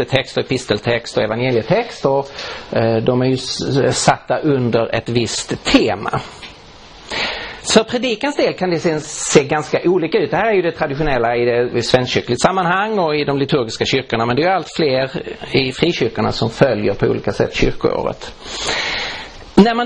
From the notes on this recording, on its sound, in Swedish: Inspelad i på Langham Traning: Principles of Exposition i Roseniuskyrkan i Stockholm 2015-03-03.